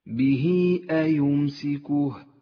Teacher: جاءت هاء الضمير وقبلها حرف متحرك وبعدها الهمزة، يسمى مد الصلة الكبرى، وهو مد جائز، قصرنا مده على حركتين